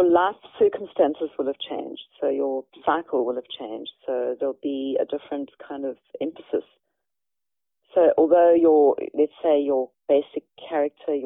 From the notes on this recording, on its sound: Eavesdrop on a telephone conversation.